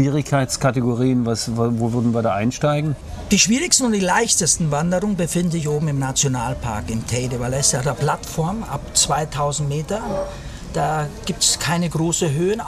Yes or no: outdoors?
yes